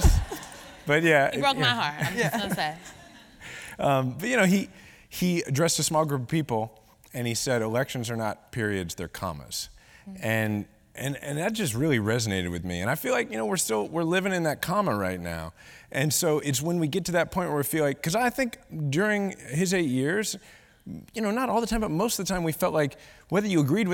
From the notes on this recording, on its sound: recorded on April 20, 2018 in front of a live audience at New York’s 92nd Street Y